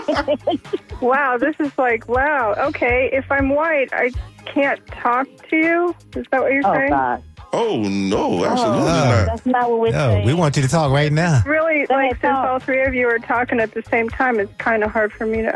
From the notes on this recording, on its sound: unique magazine format call-in show